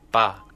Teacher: and second tone, ba means poor.